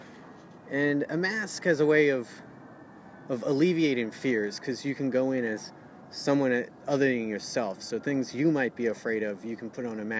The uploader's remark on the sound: took a walking tour of Greenwood Cemetery in Brooklyn and recorded our conversation